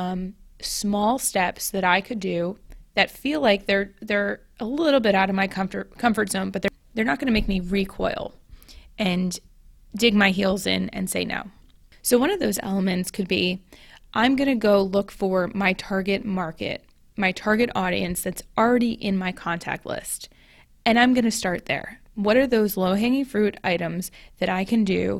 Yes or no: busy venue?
no